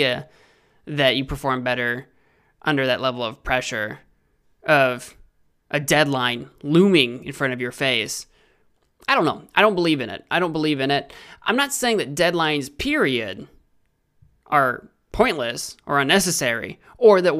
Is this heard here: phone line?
no